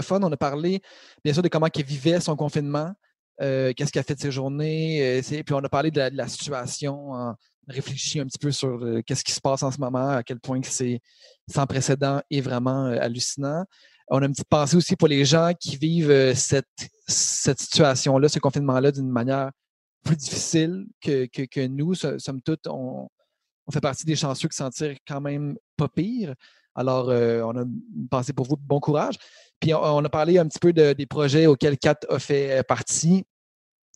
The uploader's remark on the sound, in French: Dans un podcast bien spécial enregistré dans nos demeures respectives en raison du confinement.